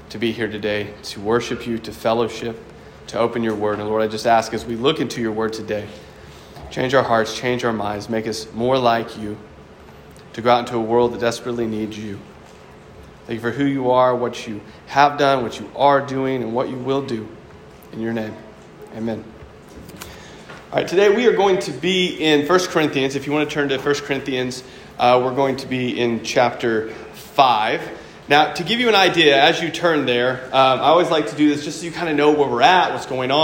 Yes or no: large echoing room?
yes